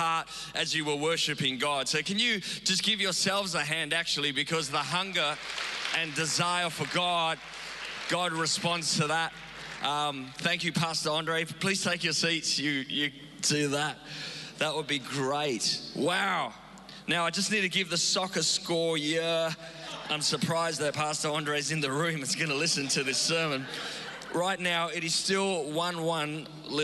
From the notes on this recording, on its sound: Recorded live on Sunday the 22nd May 2022.